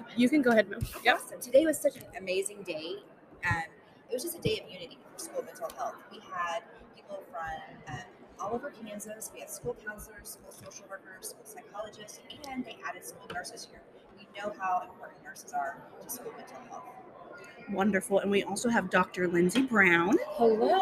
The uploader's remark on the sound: Live from the Kansas State Capitol. Live from Mental Health Advocacy Day at the Kansas State Capitol.